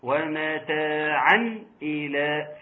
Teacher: ومتاعا الى اللي انا بحاول اظهره جيدا، بحاول اظهر النون الساكنه · Term: اظهار حلقي